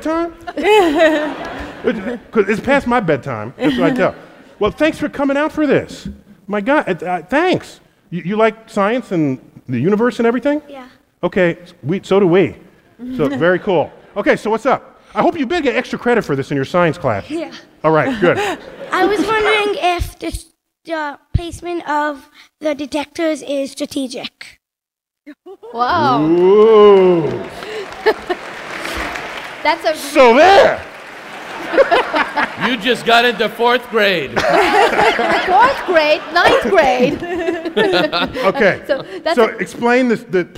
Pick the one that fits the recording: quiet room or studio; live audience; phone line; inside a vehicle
live audience